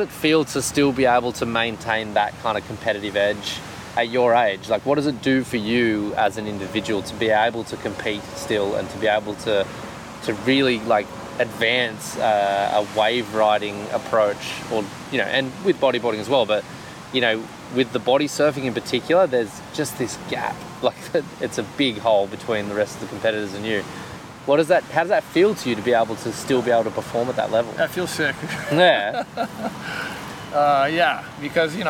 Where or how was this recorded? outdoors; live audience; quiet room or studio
outdoors